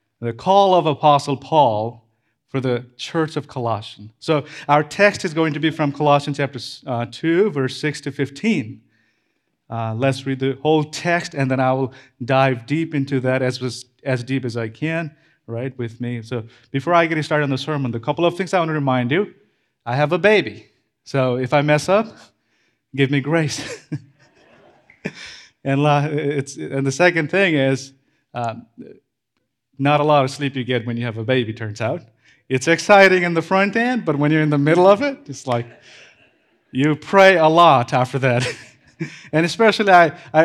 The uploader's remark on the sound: This Sermon was preached at CrossPoint Church, MS, Starkville.